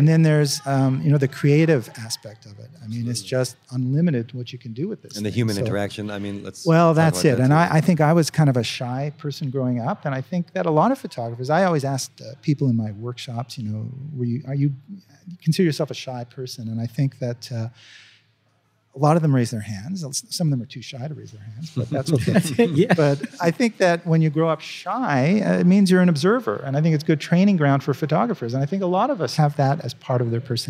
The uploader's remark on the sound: the short conversation we had with him at the 2017 OPTIC Conference